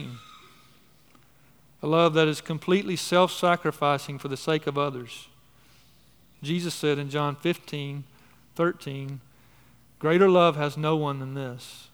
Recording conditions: large echoing room